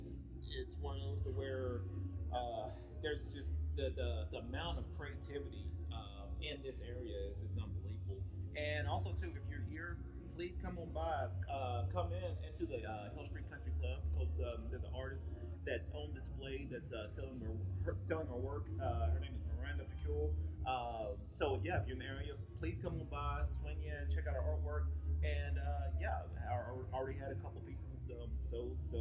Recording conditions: busy venue